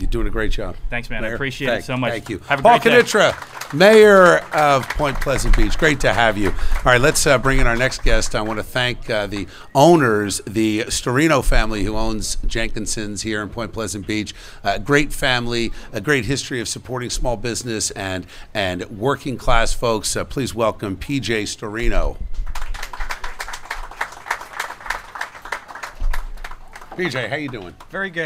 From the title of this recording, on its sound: Live From Jenkinsons In Pt. Pleasant Beach